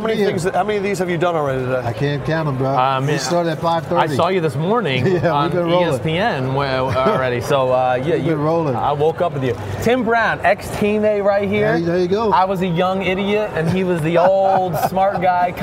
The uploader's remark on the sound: live from Radio Row at Super Bowl 50 in San Francisco